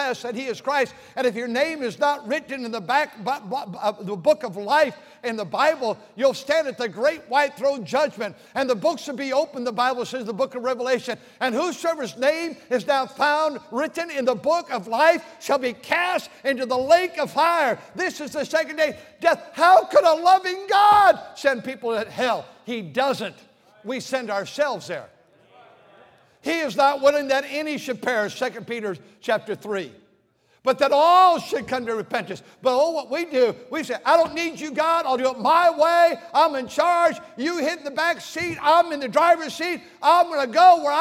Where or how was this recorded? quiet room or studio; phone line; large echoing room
large echoing room